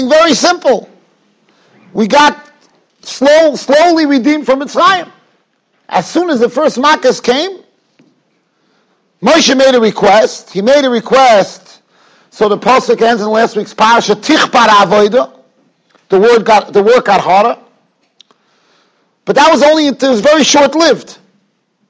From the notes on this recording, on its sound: Shiur recorded in Yeshivas Ohr Reuven, Monsey, NY.